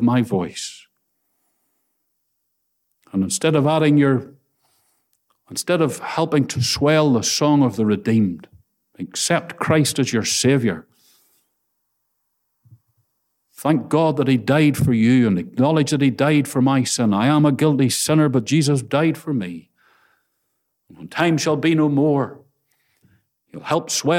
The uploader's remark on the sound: Listen to the Gospel Audio from Ballyclare Gospel Hall.